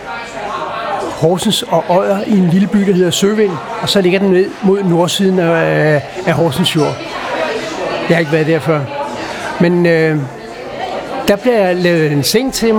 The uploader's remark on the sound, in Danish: Optaget på Axelborg Bodega, København.